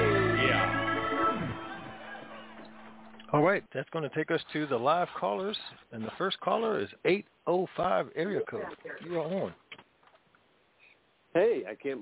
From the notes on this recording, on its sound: TNTSuperfantastic Conference Call